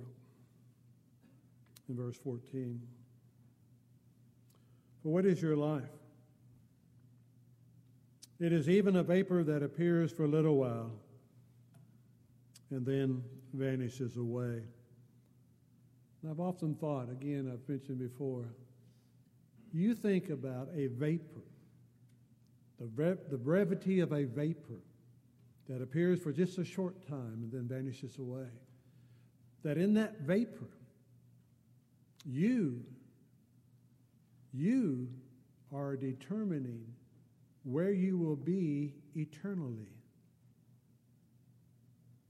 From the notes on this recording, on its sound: Downtown Church Of Christ Audio Sermon